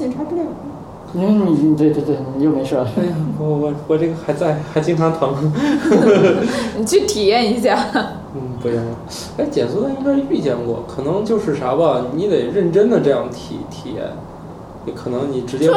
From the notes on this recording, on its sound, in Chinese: 本期节目为在张大妈办公区用录音笔录制，可能有街道上的杂音，请见谅。